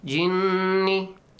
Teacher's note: Noon with tashdeed. So you extend the sound for two beats plus... nasal sound. A nasal sound. · Term: noon mushaddad